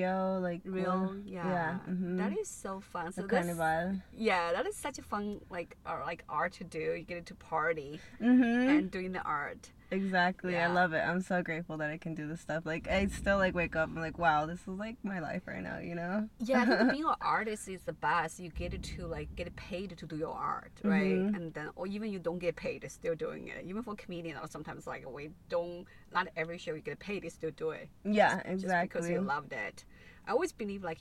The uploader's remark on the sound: In The Car